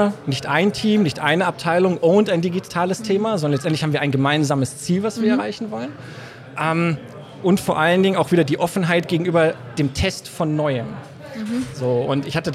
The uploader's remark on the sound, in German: LIVE vom DIT 2023